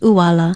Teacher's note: Uala is spelled okina uala with the glottal stop or okina at the beginning of the word, and it is pronounced uala.